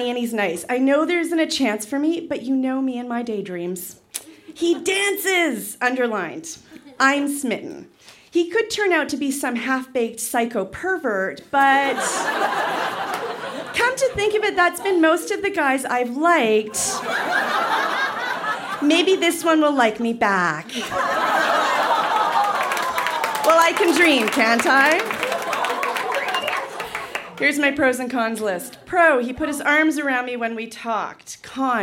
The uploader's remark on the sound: Recorded live at The Club in Banff, Alberta.